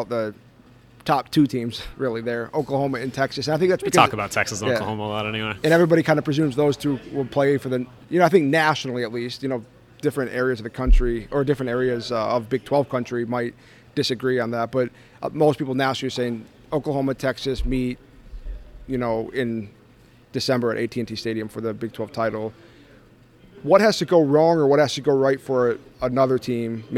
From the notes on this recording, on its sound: On the first day of Big 12 Media Days. At AT&T Stadium.